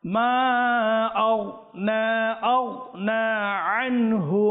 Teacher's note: আগনা এটাকে গাফ বানা দিচ্ছি, আনহু এটাকে হামজা বানা দিচ্ছি, এটা গাফ নয়, এটা গাইন, হরফে মুস্তালিয়া